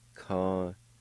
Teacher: there's a faint H sound right between the E and L at the end of this word